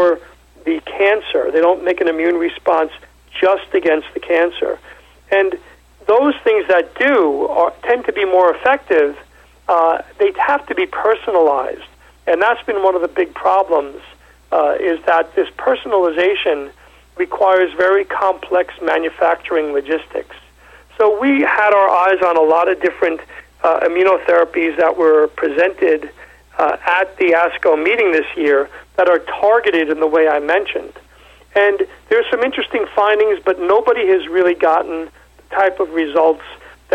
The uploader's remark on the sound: called in to SmallCapVoice.